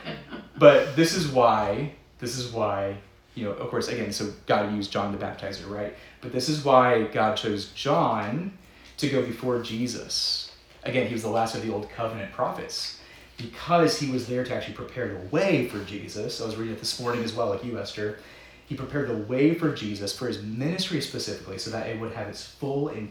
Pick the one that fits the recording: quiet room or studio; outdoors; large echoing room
large echoing room